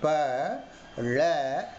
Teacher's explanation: அந்த ழ என்று சொல்லுகிற போது நமது அன்னத்தின் வாயிலுள்ள கடைப்பகுதியில் வருடுகிறது · Term: சிறப்புழகரம்